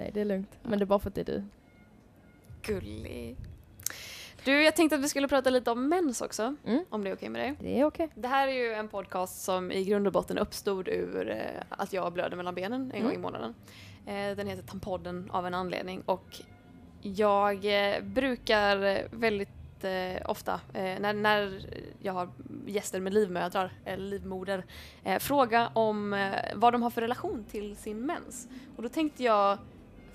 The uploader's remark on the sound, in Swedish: Månadens avsnitt av Tampodden är, liksom förra, live från West Pride i Göteborg.